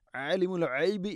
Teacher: ഗൈന് തൊണ്ടയുടെ മുഗൾ ഭാഗമാണ്